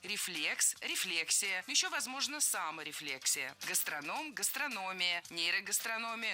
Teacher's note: Во всех этих словах ударение ставим на третий с конца слог. Перед «ия».